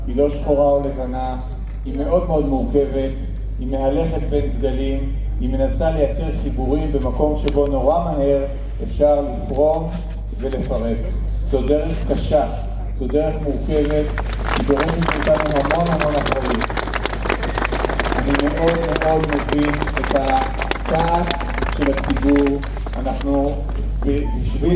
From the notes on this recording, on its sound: Recordings from the Israeli protests. Judicial reform protests open with minute of silence for terror victims, recordings from the protests.